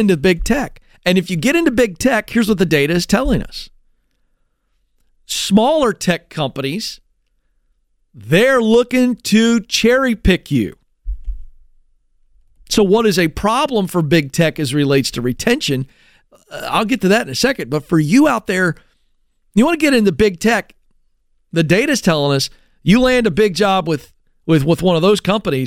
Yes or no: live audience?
no